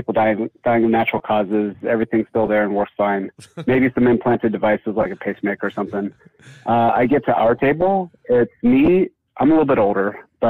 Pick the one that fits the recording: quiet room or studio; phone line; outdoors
phone line